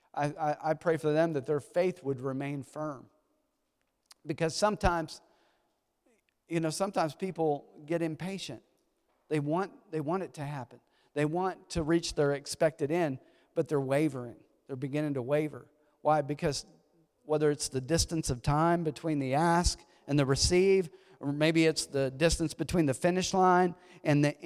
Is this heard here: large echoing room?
yes